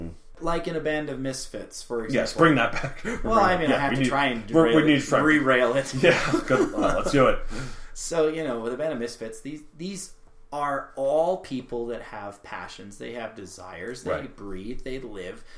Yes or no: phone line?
no